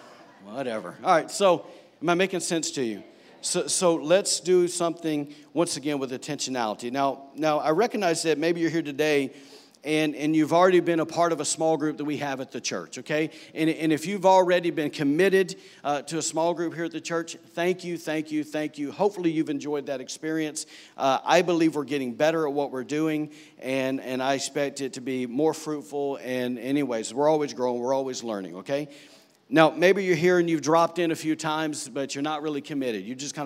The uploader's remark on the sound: was recorded on Sunday, September 9, 2018, during service at The Anchor Church in Rockport, Maine.